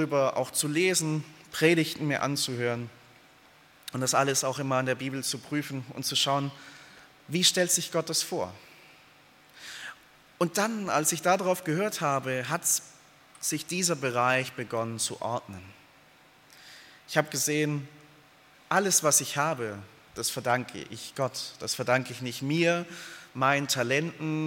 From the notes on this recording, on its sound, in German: aus dem Gottesdienst der Liebenzeller Mission